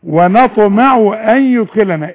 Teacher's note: هنا هو ونطو ومش ونطمع ونا ونت بين التاء والطاء، لا عاوزينها طاء خالصة